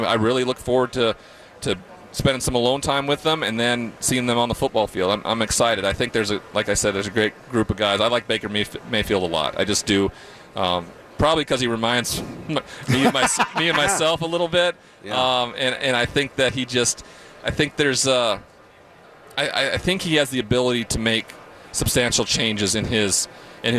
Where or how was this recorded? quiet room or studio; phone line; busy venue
busy venue